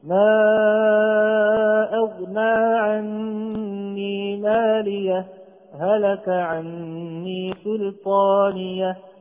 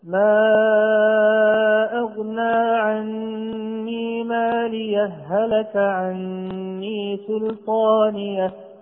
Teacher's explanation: لاحظنا أنني شددت الهاء الثانية في كلمة هلك، فهذا هو وجه الإدغام · Shown in: second take · والإظهار أولى.